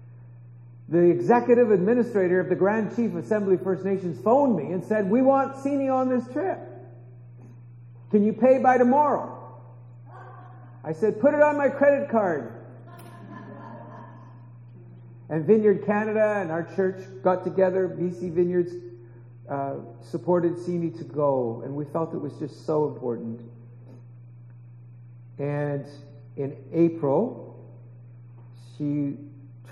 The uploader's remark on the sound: we apologize for the poor sound quality